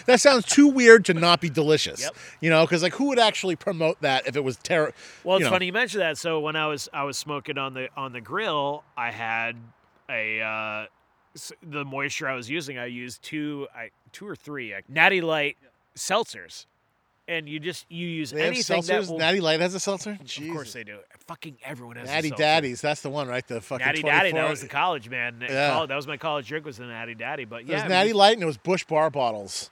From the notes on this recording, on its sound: head out into the woods of Buxton, Maine